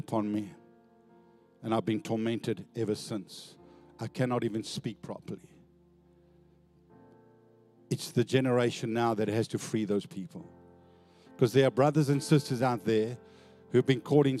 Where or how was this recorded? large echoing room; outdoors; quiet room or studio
large echoing room